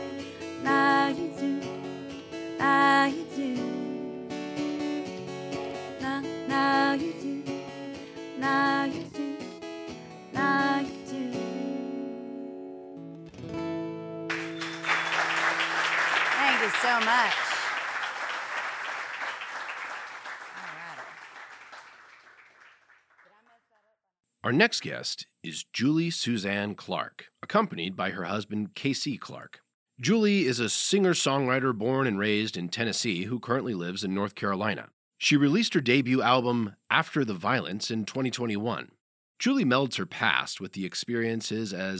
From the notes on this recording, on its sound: Each installment of Crash Radio features local musicians, writers, and storytellers presented as a live event in Asheboro, NC, which is then edited for broadcast on WKXR 94.9FM. This episode was recorded live at The Table in Downtown Asheboro.